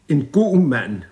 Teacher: På riksdansk vil man for eksempel sige en god mand med stød på god og mand · Term: det danske stød